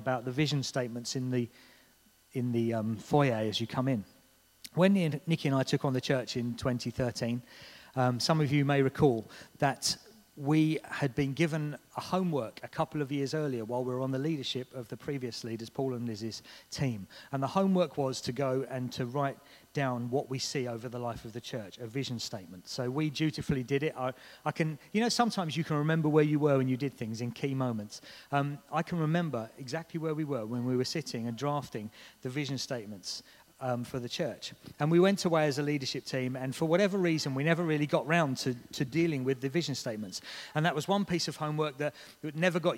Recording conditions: large echoing room